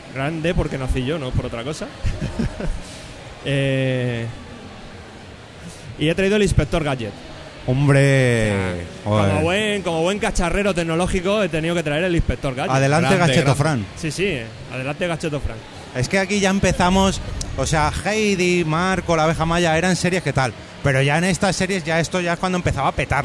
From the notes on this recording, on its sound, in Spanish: Directo #japanweekend. Hoy os traemos el episodio que grabamos en la pasada JapanWeekend de Madrid.